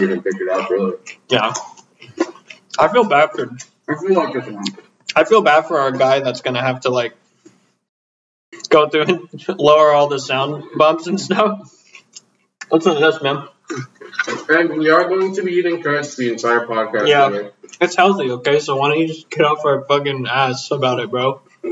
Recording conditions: poor sound quality